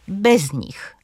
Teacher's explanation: Po drugie także połączenia przyimków, czyli takich wyrazów jak na, pod, przed, w, bez, koło, poza, z jednosylabowymi zaimkami, na przykład bez nich. Akcent pada na pierwszy wyraz.